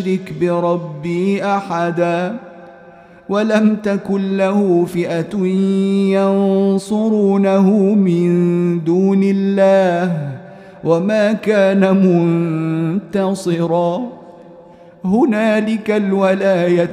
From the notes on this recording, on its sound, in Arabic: مسجل من صلاة التراويح بمسجد السلام بحي مشرفة بجدة